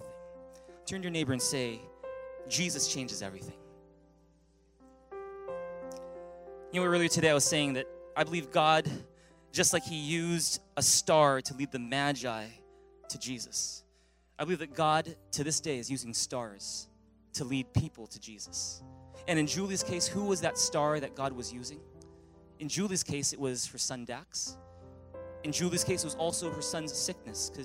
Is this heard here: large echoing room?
yes